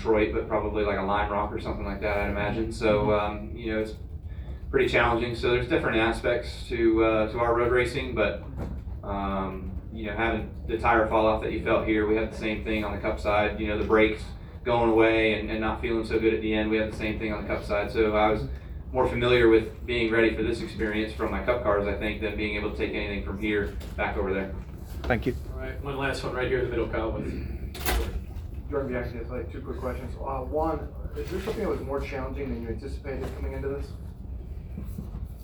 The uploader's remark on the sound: Live from Daytona